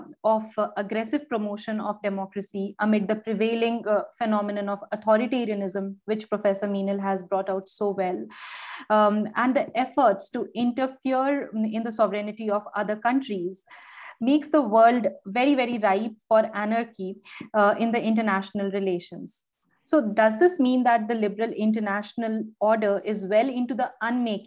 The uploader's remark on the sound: Special Lecture.